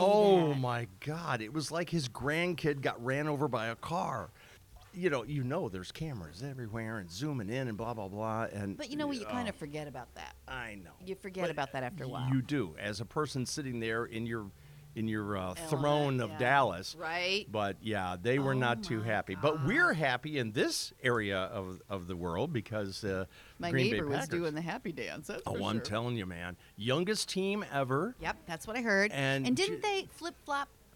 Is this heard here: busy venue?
yes